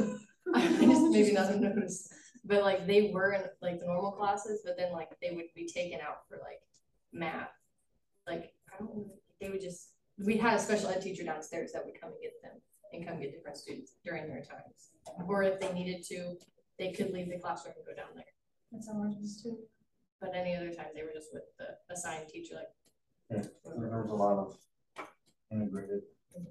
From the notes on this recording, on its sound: This is the first recording of ED330 class. The audio quality of this episode is not the best. I will be working to improve the audio quality over the next few weeks as I get familiar with the equipment.